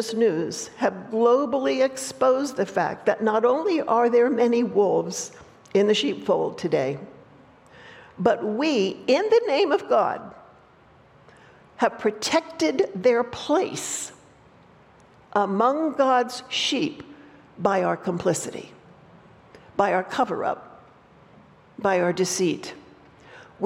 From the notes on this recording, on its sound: opening talk at the recent Restore Conference at Judson University